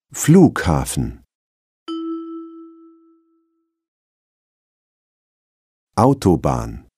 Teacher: Der Wortakzent liegt auf der ersten Silbe, die zwei anderen sind unbetont.